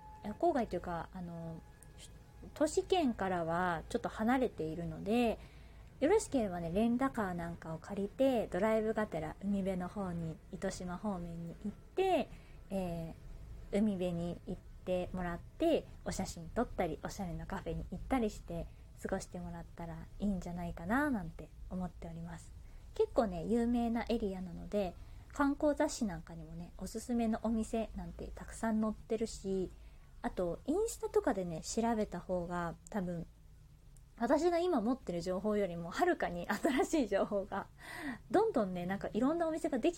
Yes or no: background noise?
yes